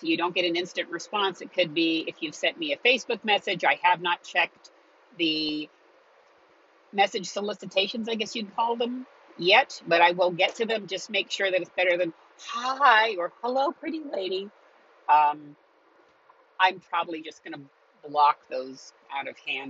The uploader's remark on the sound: As you may guess from the background noise on this episode I was traveling in my car as I recorded this.